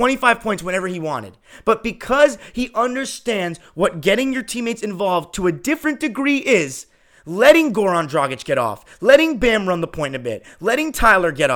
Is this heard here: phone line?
no